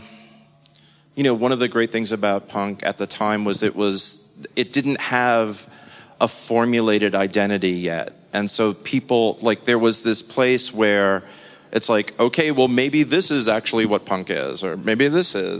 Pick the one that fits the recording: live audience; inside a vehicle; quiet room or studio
live audience